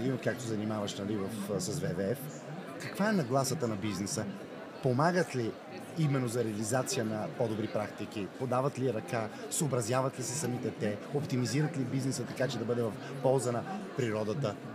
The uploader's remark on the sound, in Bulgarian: Това е номер 2 от специалните епизоди, които записахме в зала Арена Армеец по време на водещото кариерно събитие у нас, Career Show 2023.